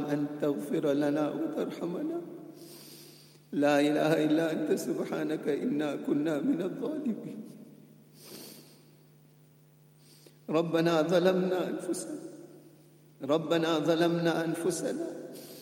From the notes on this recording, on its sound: At the Houghton Masjid (West Street).